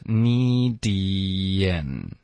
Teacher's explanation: 进入到 n 就会导致一个很轻的 y 的音